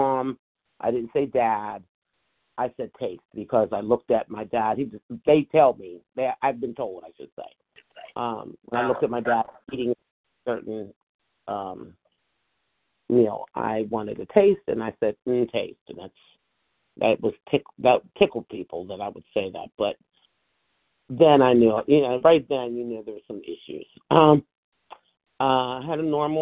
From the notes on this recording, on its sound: from the 100 Pounders Phone Meeting, 1/17/24